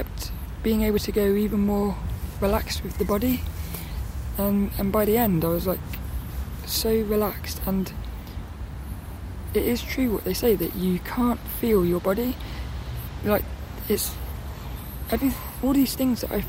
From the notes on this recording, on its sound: I recorded this one down the park